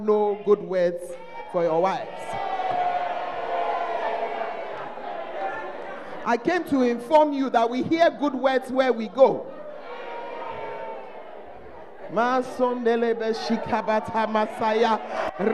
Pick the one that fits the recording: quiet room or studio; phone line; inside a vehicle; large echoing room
large echoing room